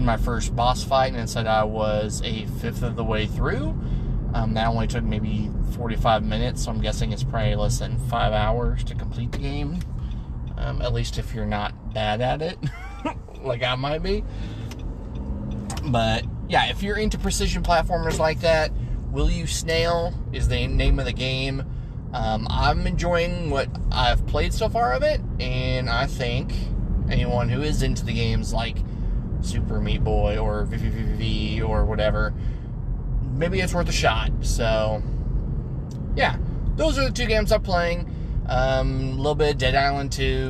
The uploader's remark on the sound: record while driving home